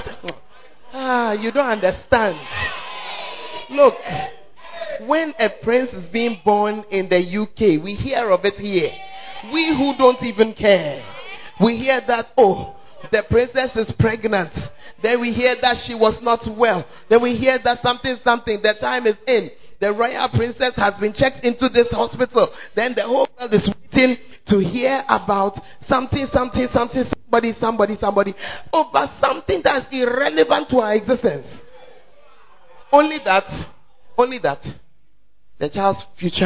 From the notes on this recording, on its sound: Preached At The 100s and 200s Camp.